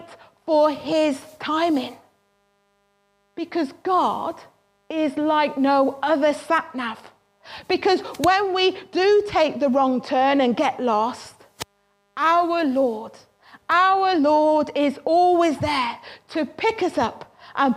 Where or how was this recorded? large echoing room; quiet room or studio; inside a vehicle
large echoing room